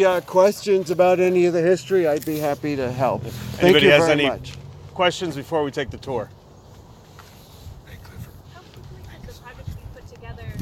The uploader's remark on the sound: Princetel In Trenton press conference